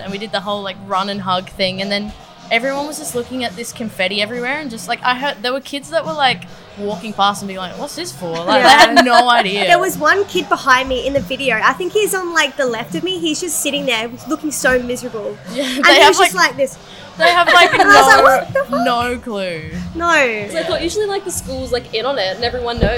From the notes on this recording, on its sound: In this one we are out in the field, on-site at Stay Gold in Brunswick. Due to being recorded on-site at the actual venue right before their show, there is a bit of background noise, mostly music from the front bar in Ollies Pizza Bar.